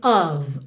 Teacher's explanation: Você já sabe que esse F sempre vai ter som de V, ok? E esse O não é um O bem redondinho. Ele é ali uma mistura com aquele som bobo Então, a gente tem of, ok?